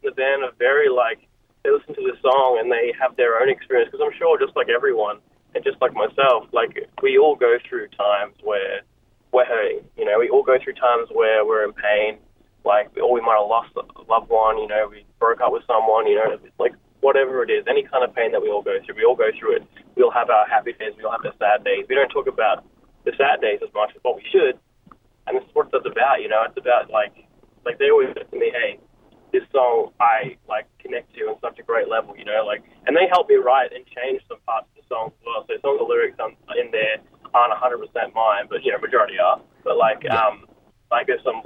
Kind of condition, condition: link, phone line